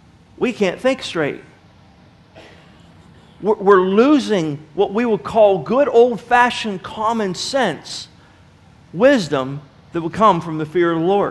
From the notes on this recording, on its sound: Sermon was recorded August 30, 2009 at Northside Baptist Church of Elkhart, Indiana.